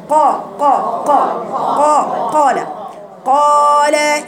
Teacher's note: برجع لساني، برجع لساني ورا، أزق المزمار ورا كده عشان أجيب القاف من ورا